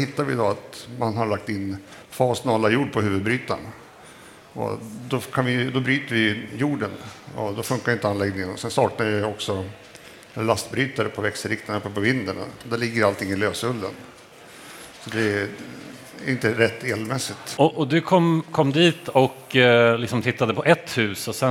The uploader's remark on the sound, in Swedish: Elinstallapodden Live från Elfack